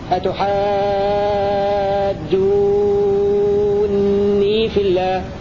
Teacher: قوله وخفف نونا قبل في الله يعني كلمة أتحاجوني الواقعة قبل في الله فيكون هشام له وجهان وجه مثل ابن ذكوان ونافع بتخفيف النون مع مد الواو حركتين وواجه كباقي القراء بتشديد النون مع مد الواو قبلها ست حركات. قوله والحذف لم يكن أولا أي على قراءة التخفيف تكون النون الثانية هي المحذوفة لأن النون الأولى علامة رفع الفعل ولا تحذف إلا بناصب أو جازم فتكون نون الوقاية هي المحذوفة.